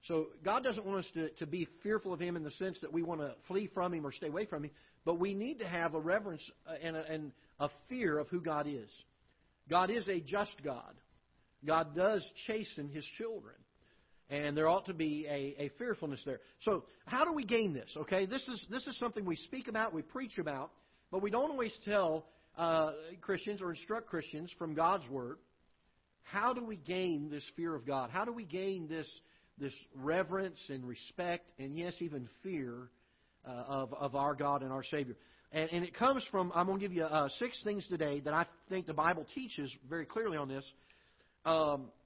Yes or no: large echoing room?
yes